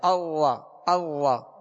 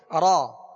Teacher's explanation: را میں ہلکی سی کپ کپاہٹ ہوگی · Shown in: second take · اور اس کو اتنا بھی تکرار اس میں نہ ہو کہ جیسے را کہ ایک را کی جگہ کئی را پیدا ہو جائیں. · Term: مشابہت تکرار